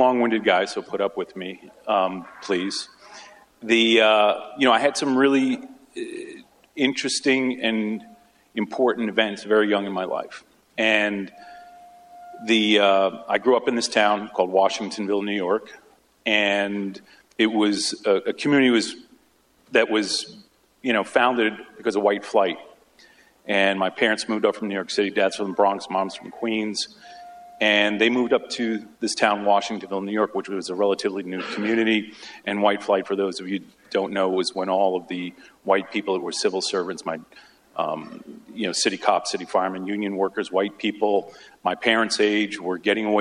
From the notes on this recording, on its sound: Originally recorded earlier this spring at Villanova University’s Annual Moored Sports Law Journal Symposium.